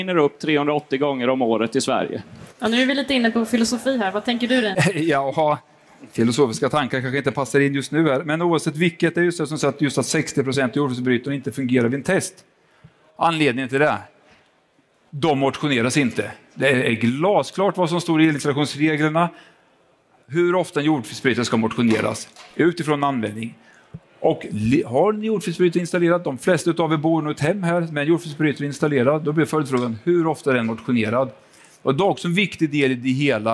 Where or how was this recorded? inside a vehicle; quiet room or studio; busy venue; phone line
busy venue